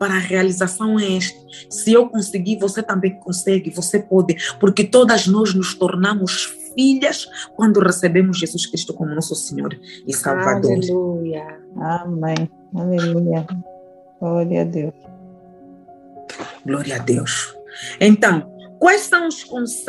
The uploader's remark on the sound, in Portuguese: GRAVADO VIA ZOOM